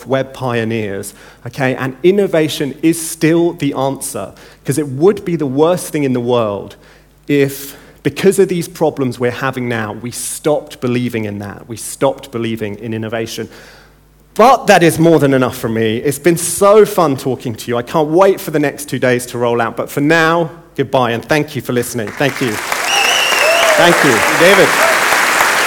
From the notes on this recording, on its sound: In the opening keynote at NEXT17